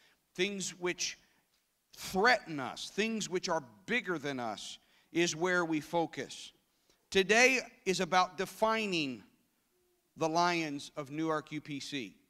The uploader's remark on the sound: This service was recorded live at Newark United Pentecostal Church on Sunday, January 22nd, 2017.